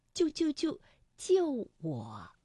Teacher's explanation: 我们通常把它从五降到三，这个去声就完成了